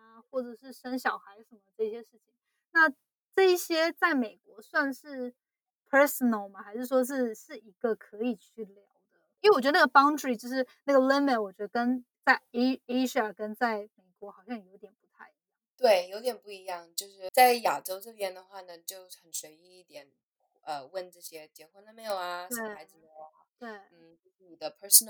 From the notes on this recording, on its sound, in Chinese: 這次的錄音音質比較不好並且聲音較小，後製也無法修正。